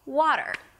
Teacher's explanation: Primary stress on the wa, and then a small der · IPA: ˈwɑ:ɾəɹ